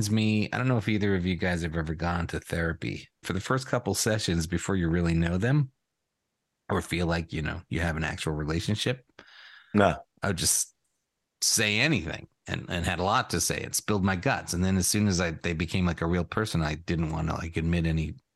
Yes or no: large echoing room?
no